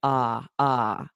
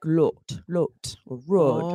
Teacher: words like lot and rod are pronounced with an unrounded vowel in English. So it sounds like ah. · Shown in: first take · Whereas in some countries, it would be like lot, or rod, right?